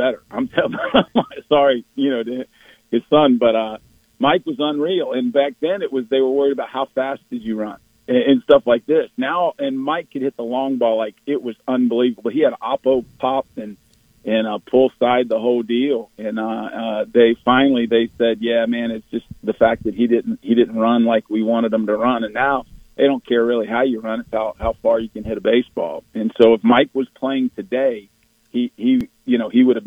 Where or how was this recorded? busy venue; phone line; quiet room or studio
phone line